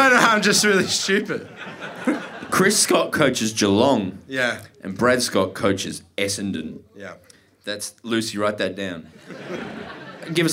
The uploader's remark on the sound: Live From The Corner Hotel Melbourne